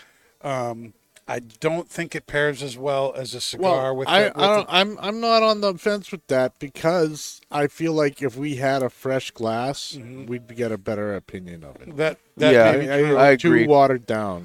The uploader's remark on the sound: Recorded live from the 7-20-4 Lounge!